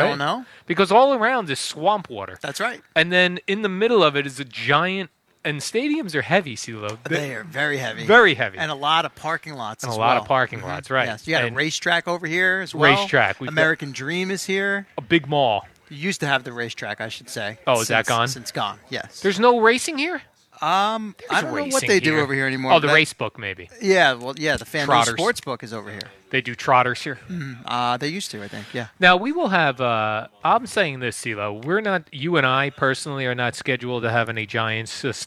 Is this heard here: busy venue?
yes